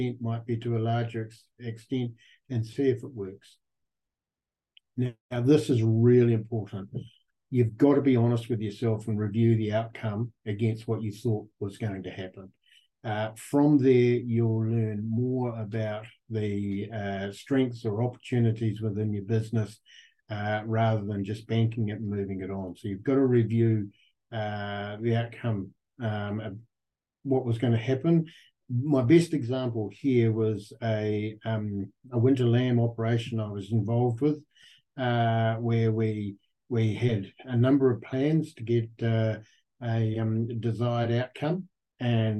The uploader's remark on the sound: Recorded on the fourth Beef + Lamb New Zealand ‘Sow, Grow, Thrive’ webinar, 2 October 2023